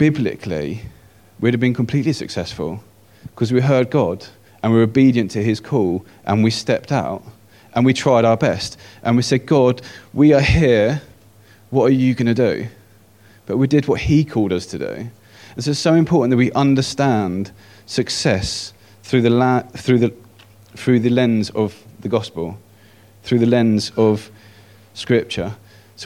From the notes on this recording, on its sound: At King's Church, Cockermouth, as an audio file.